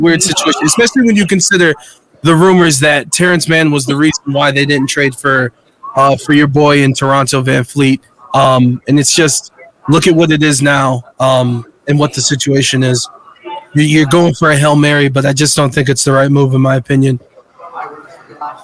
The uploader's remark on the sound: Mountain West and Pac-12 Media Days in Vegas. Live from Circa Sports in Vegas.